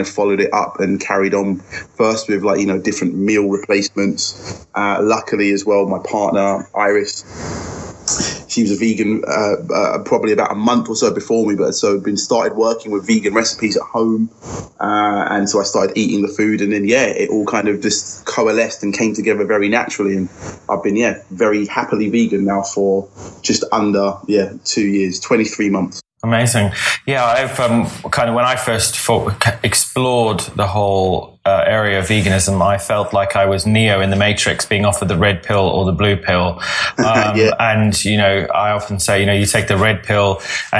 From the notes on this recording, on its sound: SORRY FOR THE BAD SOUND.... We had a major microphone fail.